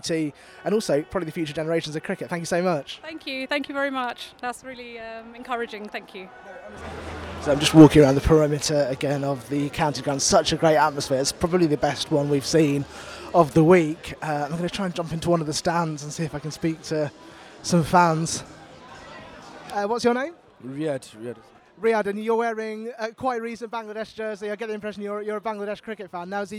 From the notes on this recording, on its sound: Recorded at The Cloud County Ground in Chelmsford, Essex where Bangladesh took on Ireland in a three match one day series.